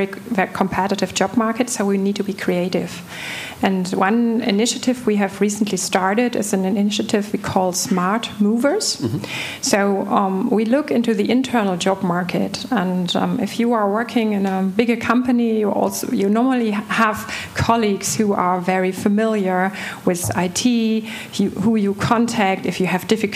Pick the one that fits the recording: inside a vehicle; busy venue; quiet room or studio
busy venue